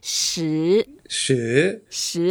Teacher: it's a second tone, so you can take your time and make it slightly up.